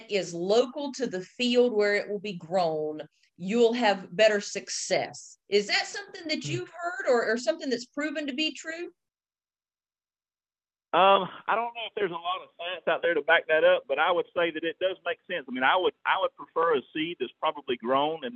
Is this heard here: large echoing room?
no